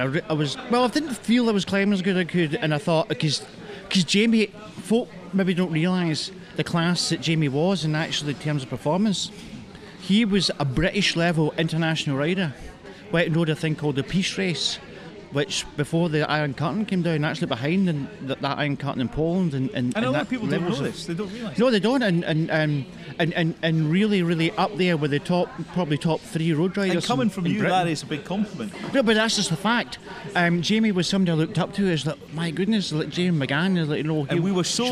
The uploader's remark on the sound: At the inaugural Ride and Run event in Dunoon, Argyll and Bute organised by the PA23BID group. Broadcast on DCR 97.4FM.